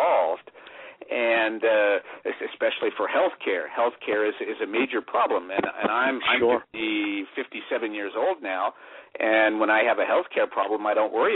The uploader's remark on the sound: Today is a chance for listeners to call